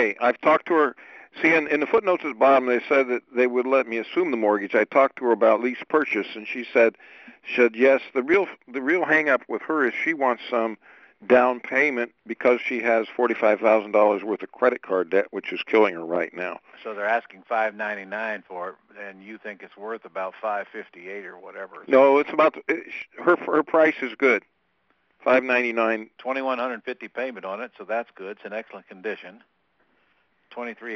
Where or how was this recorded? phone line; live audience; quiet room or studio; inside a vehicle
phone line